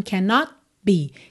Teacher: Eu ponho a língua no céu da boca para fechar o not e já estou fechando os lábios pro be